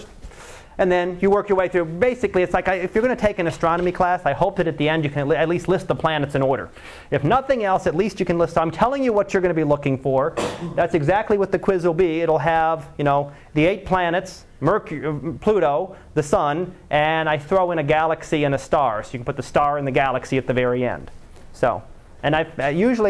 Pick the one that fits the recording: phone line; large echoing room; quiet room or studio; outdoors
large echoing room